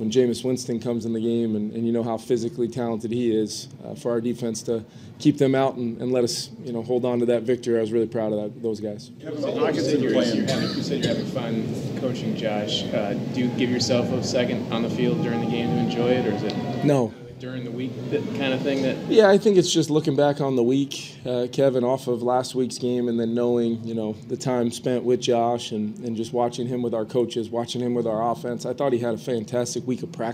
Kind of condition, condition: setting, busy venue